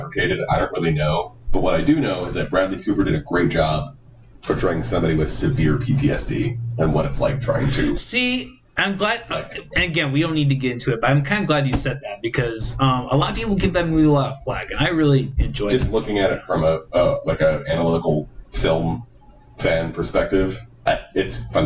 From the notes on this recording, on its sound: I apologize in advance for the lower than average quality of the audio. It's not a true McAllister Hours episode without some difficulties of some kind!